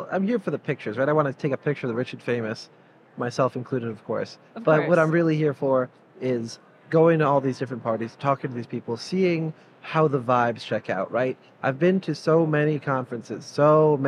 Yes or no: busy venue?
yes